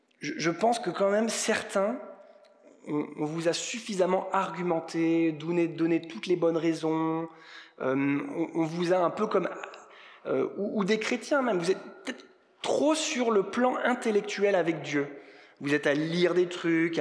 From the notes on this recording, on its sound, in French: Enregistré à l'église CVV, le 17/04/2022